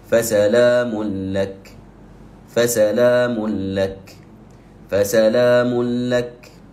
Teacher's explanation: ندغم التنوين باللام مباشرة من غير غنة